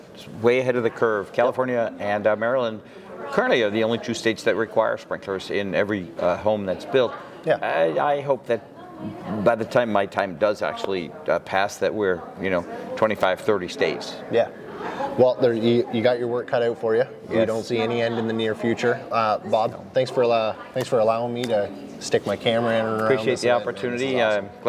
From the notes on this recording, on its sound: This episode of the fire sprinkler podcast was recorded live at the AFSA42 Conference/expo in Orlando Florida!